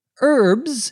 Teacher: in American English the H is silent, you don't pronounce it